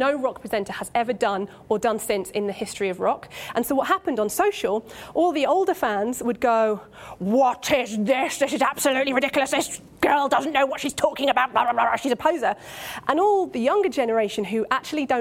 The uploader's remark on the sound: Recorded live at the Radio Academy Festival this week.